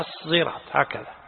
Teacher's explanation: ليس بالزاي، وإنما بالصاد المشبعة الموصلة لمخرج الزاي. يعني ما يصير تقول الزراط، لا، هي الصراط هكذا.